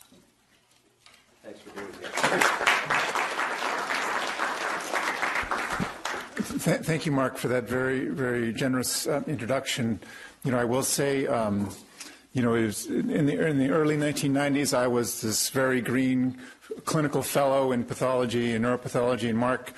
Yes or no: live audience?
yes